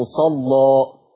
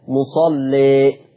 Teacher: وإحنا بنفتح الألف بنغلظ اللام مصلى، وإنت بتقلل الألف هترقق اللام مصلي